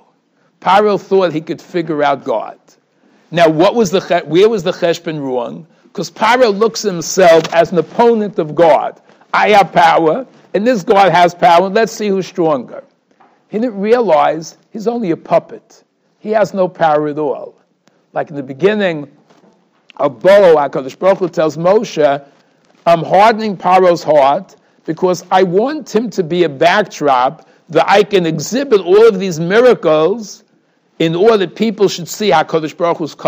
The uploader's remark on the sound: Shiur recorded in Yeshivas Ohr Reuven, Monsey, NY.